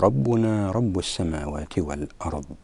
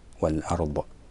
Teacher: الصحيح هو أن يبقى الضاد معلق في مخرجه · Shown in: first take